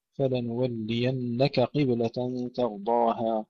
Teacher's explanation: تحقيق الكاف، تفخيم القاف